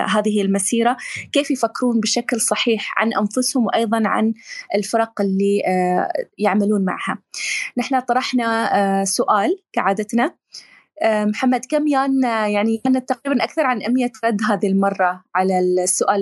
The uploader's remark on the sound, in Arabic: تسجيل لمساحة ابن رشد الأسبوعية على منصة تويتر